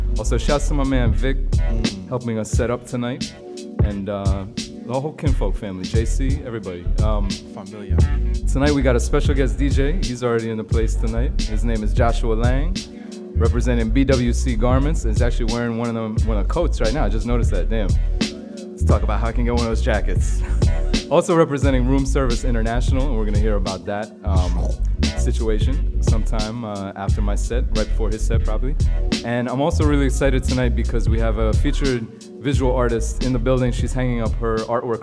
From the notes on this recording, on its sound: Originally broadcast live. From the storefront of Kinfolk 90 in Williamsburg, Brooklyn, New York City. Broadcast live on WAXX.fm.